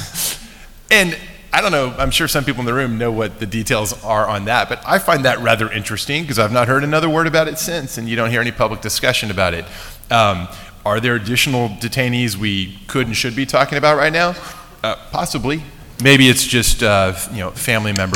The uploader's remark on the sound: We recorded this one in front of a large live audience at the Annual Review of the Field conference run by the ABA Standing Committee on Law and National Security.